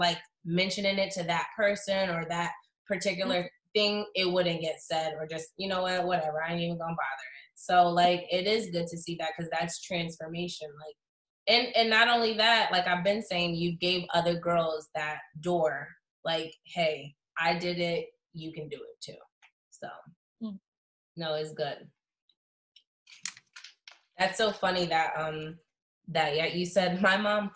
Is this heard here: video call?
yes